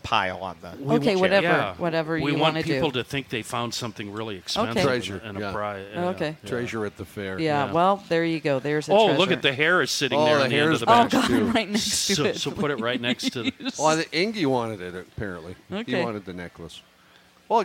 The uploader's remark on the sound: Celebrating 2 years of Crabby Coffee from the Minnesota State Fair!